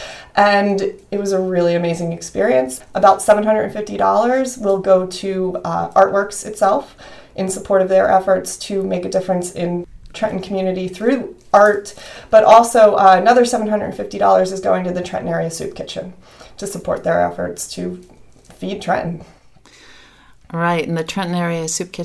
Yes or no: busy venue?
no